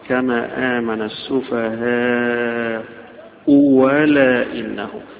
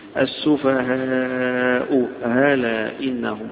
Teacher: يبقى همزة وبعدها واو، أو همزة وبعدها تسهيل